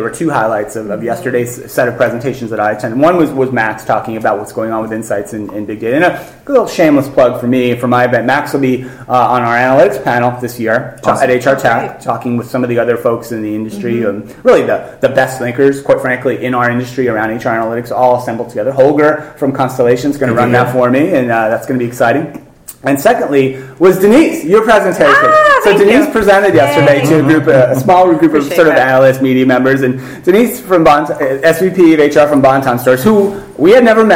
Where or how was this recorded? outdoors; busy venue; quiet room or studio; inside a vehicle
busy venue